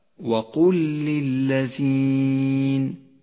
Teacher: المثال التالي على الإدغام المتماثل في قوله تعالى: وقل للذين، اللام الأولى ساكنة والثانية لام متحركة، تدغم اللامان مع بعضهما فتصيران لاما واحدة مشددة، تقرأ هكذا: وقل للذين.